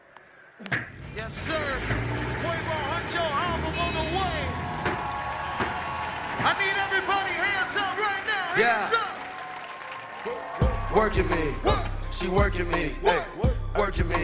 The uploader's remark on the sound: for the Tonight Show audience